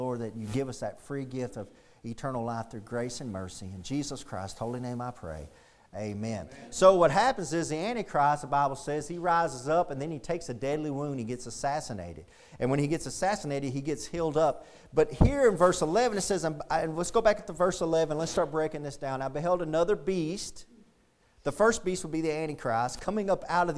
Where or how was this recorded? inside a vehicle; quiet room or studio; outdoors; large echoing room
large echoing room